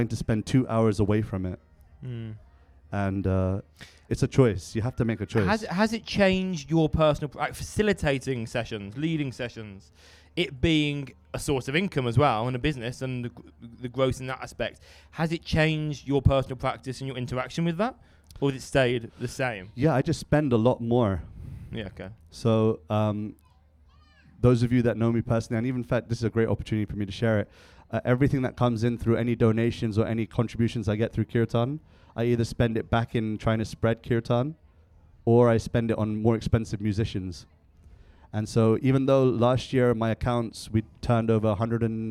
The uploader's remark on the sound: Episode recorded live at Soul Circus.